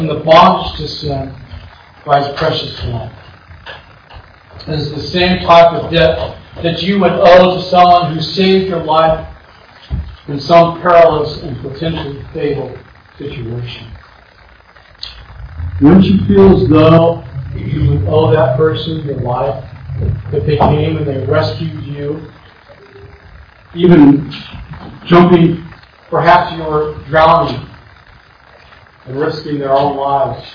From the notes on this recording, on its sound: Once again, I apologize for the bad audio quality.